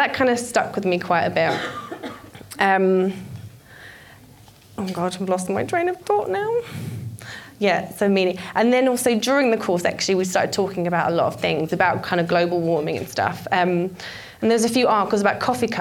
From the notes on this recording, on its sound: This was recorded at Vevolution Topics: Environment in 2018